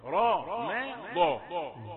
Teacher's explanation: راء والضاد فخمتان. راء، لا تقل رمضان، أتيت بالثلاثة، لكن الميم رقيقة. راء ما ضاء، لابد من رياضة الفكين حيث يكونان من السهل انقيادهما.